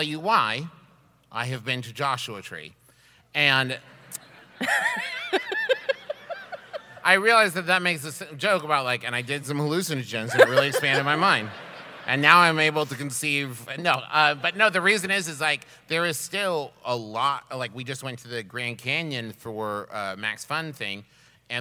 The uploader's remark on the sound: We recorded this one LIVE in Houston!